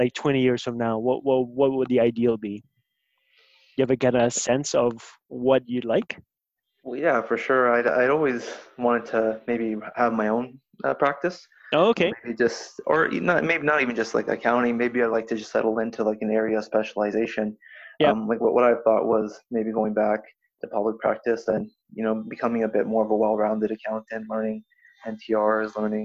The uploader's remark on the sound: I'm on a Q&A call with an Accountant/CPA candidate